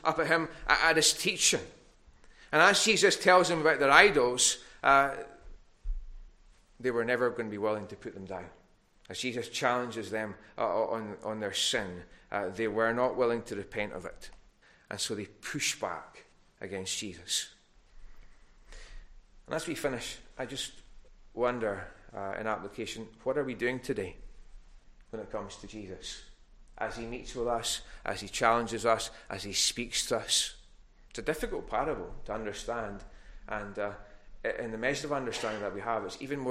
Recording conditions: large echoing room